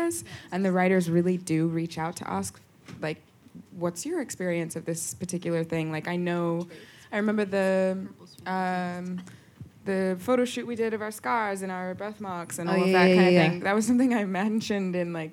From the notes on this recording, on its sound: The conversation was recorded at 92nd Street Y on January 22, 2020.